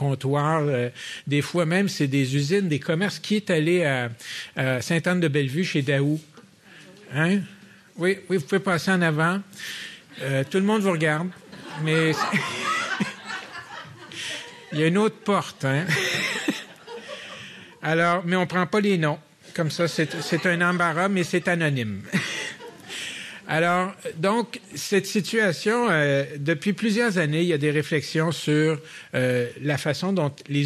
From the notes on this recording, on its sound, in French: La série Échanges urbains est enregistrée devant public au Musée McCord.